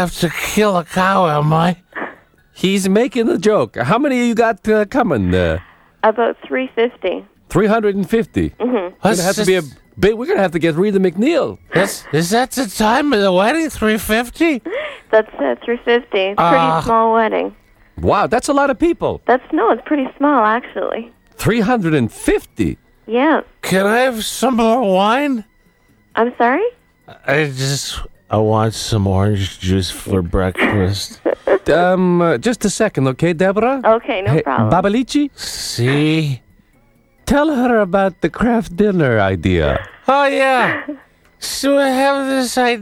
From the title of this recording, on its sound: prank phone call